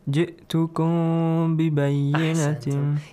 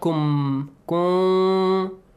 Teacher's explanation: Whenever ميم appears right before the letter با ميم ساكن، you hide the sound. Pronounce it hiddenly. · Shown in: first take · Term: إخفاء